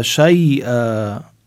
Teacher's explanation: الياء الساكنة ما قبلها مفتوح عنا مد اللين